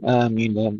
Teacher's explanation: والمد آمين بعض الناس يعترضون عليه، يقولون لازم آمين، لابد الألف أكثر من حركتين